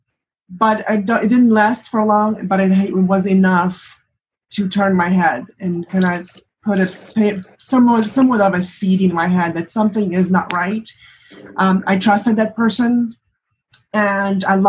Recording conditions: video call